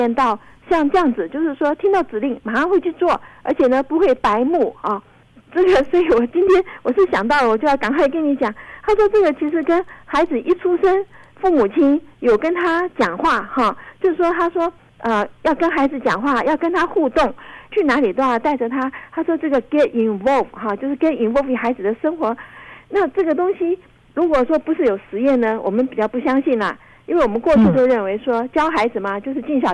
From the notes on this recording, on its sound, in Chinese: 因疫情關係，本集節目採電話連線收音，聲音品質請大家包涵。